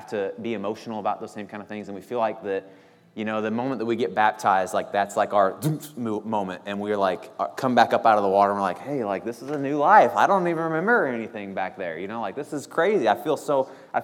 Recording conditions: large echoing room